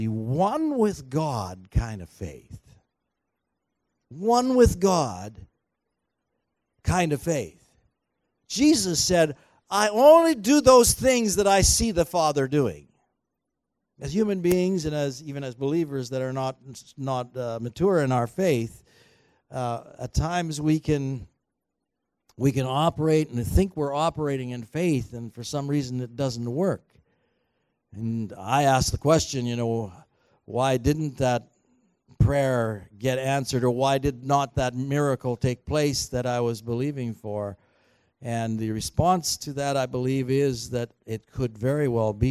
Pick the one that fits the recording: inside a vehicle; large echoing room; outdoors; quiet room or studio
large echoing room